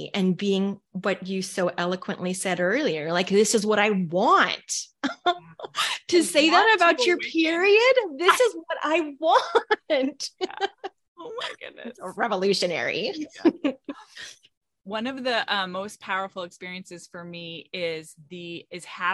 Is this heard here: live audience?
no